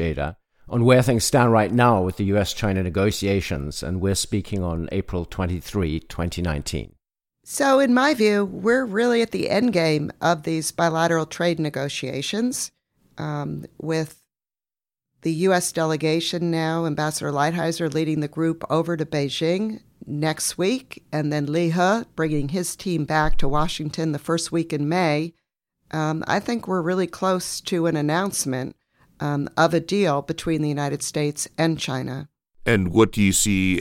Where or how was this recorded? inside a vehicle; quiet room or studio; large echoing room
quiet room or studio